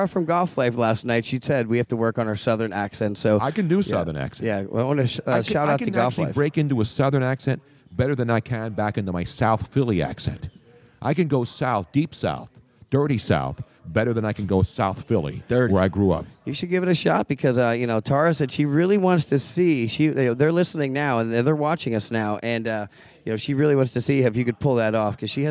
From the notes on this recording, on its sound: LIVE from Audio Ave in Tampa